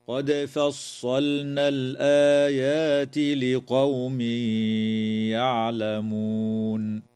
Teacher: تقلقل الدال في كلمة قد، وتظهر اللام في كلمة فصلنا وتسمى بلام الفعل، وكذا تظهر لام التعريف في كلمة الآيات، وتمد الألف التي بعد الهمزة في كلمة الآيات بمقدار حركتين من قبيل مد البدل، ويدغم التنوين في الياء مع الغنة في قوله تعالى: لقوم يعلمون. وتنتهي الآية إجماعا عند كلمة يعلمون، والوقف عليها من قبيل الوقف التام.